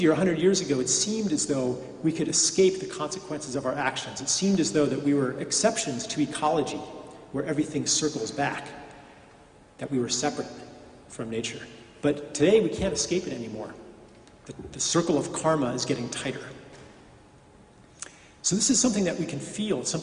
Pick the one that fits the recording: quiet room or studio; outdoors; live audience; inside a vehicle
live audience